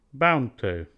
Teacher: we delete D in a blend to leave a friendly connection